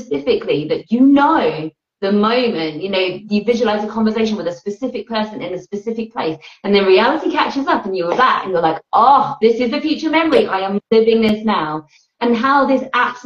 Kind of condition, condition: link, video call